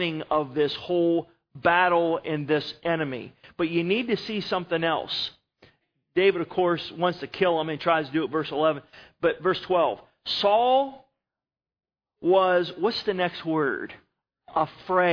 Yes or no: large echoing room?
yes